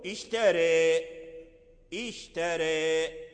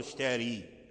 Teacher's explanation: اشترى بالفتح، ولكن تجوز فيه الإمالة، فتقول اشتري، اشتري، أو اشترى، تميل به، فتترك جزءا قليلا من الفتح، لا تميل به الكسر خارج · Shown in: first take · فتقول اشتري، لا، إنما تخلط بين الكسر في الصوت وبين الفتح